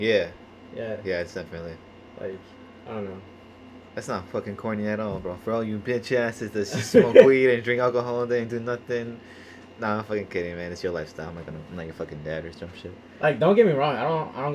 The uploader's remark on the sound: I also apologize if the audio is hard to listen to, first time using two mics and I was not sure what I was really doing.